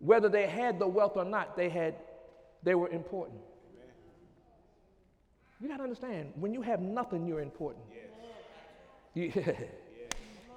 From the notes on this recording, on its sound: During Sunday morning service on July 5, 2015